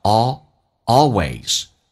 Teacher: always 的 l 要舌头抬起来，靠向你的。那么上齿龈